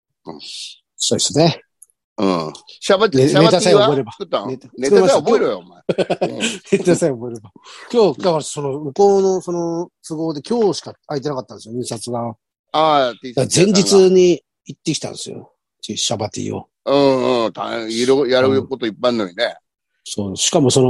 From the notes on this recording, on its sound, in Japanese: ZOOMで収録